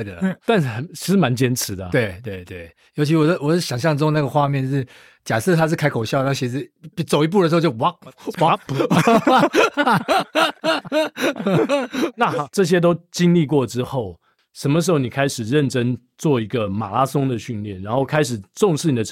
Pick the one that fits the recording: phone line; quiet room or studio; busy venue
quiet room or studio